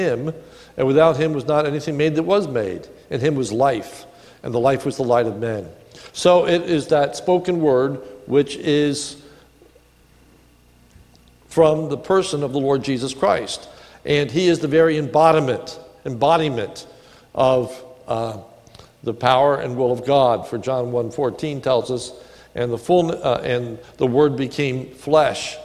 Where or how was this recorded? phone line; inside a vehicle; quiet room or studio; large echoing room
large echoing room